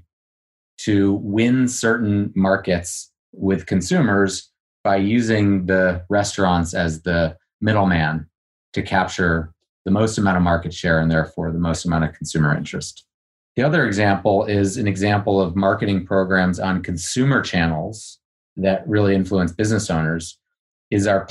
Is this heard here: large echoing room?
no